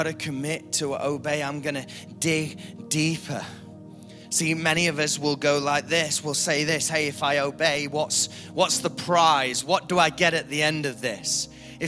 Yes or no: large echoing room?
yes